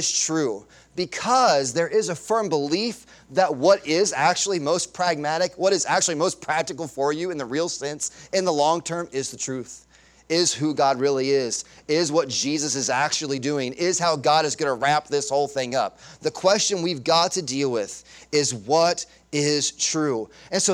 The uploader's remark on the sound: Sunday Morning Sermon Audio